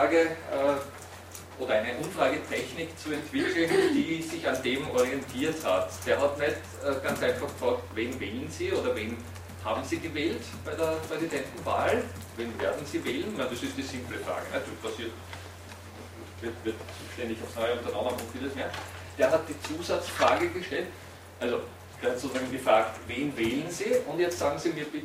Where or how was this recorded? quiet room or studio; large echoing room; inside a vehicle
large echoing room